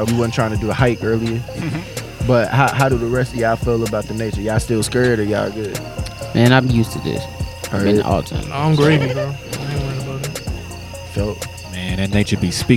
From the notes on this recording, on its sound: Recorded live at Shaw Nature Reserve, Missouri Botanical Gardens, September 22, 2023 around a campfire.